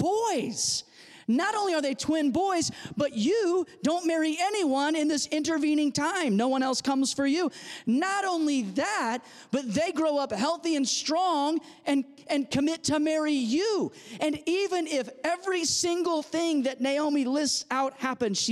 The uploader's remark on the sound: audio from New City Church in Champaign-Urbana, IL